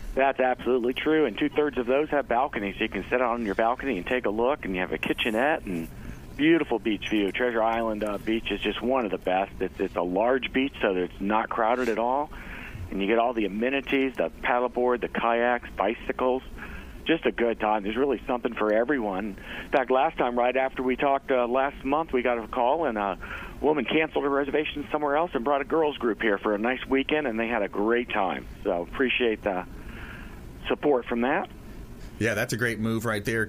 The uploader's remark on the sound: calls from the Bilmar Beach Resort